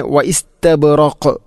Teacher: ഇനി വ ഇസ്തബ്റഖ് വഖഫ് ചെയ്യുമ്പോൾ ഖാഫിനെ ശരിക്കും എടുത്ത് കാണിക്കണം, കാരണം അത് ഖൽഖലയുടെ അക്ഷരമാണ്, ഖുതുബുജദ് എന്ന ഈ അഞ്ച് അക്ഷരത്തിൽപ്പെട്ടതാണ്.